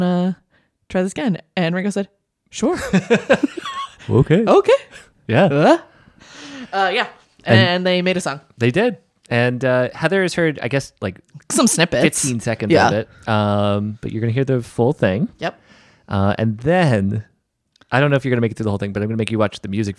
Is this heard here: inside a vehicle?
no